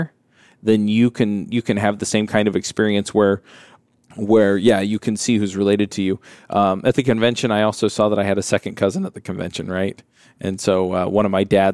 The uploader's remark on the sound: LIVE at Microsoft BUILD. Coming to you live from the podcast booth at Microsoft BUILD.